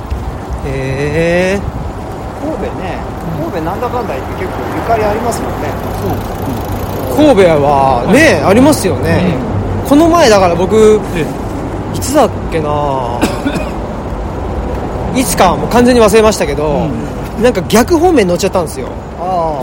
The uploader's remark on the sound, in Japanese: 恒例の街ブラ収録。神戸の海辺、街を歩きながら。